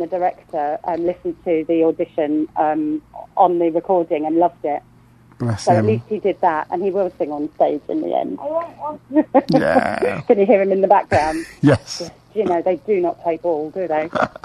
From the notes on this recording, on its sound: joined on the phone